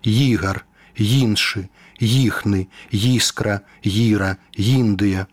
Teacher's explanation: перад галосным гукам «і», калі ён пад націскам, у нас развіваецца прыстаўны «й» альбо «йот» · Term: мяккі старт